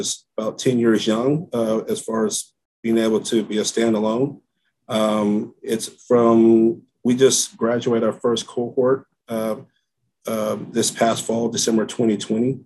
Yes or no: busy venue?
no